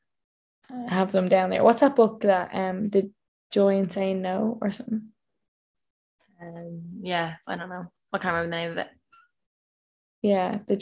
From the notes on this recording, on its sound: AGAIN over zoom but we promise this is only temporary for a little while longer. We've found a solution for our shit quality sound and camera.